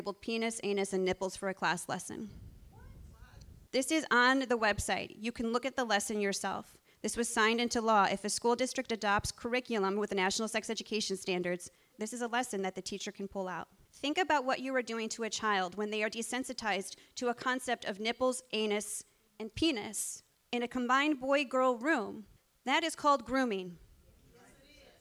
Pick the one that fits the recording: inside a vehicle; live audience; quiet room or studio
live audience